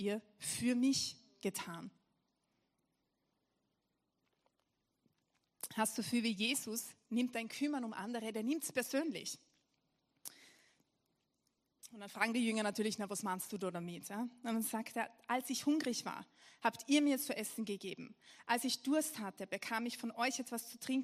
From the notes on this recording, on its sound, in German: Gottesdienst live aus der LIFE Church Wien.